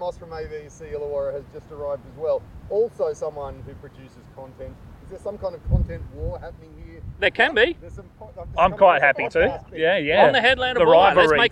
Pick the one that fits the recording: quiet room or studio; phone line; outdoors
outdoors